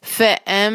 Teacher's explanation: چونکہ نون کے ساکن کے بعد با آ رہا ہے تو ہم اس نون کی آواز کو می میں بدل کر یہاں اخلاب کریں گے اور اس کو ٹو حرکہ کے لیے کھینچیں گے تو یہ